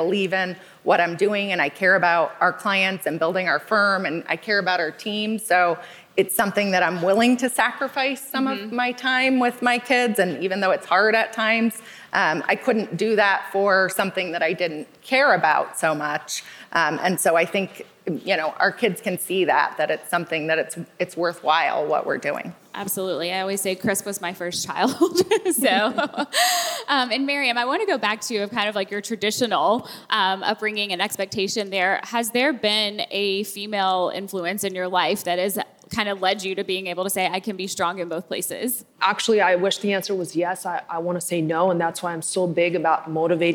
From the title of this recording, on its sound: LIVE from the Game Changers Summit 3